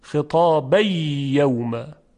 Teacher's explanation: تنوین ادغام میشه در یا